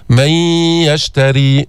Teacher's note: ينبغي أن نسمع صوت الغنة، أن نظهر صوت الغنة في هذا الإدغام الناقص، إدغام غير مستكمل التشديد.